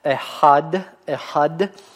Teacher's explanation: в серединке у нас стоит вот этот вот гортанный хейт, эхад, эхад.